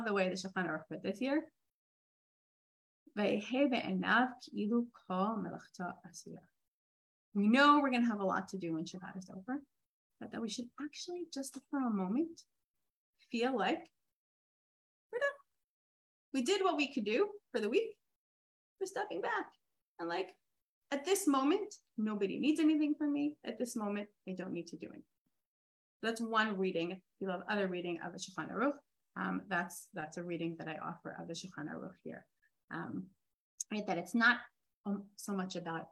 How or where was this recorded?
video call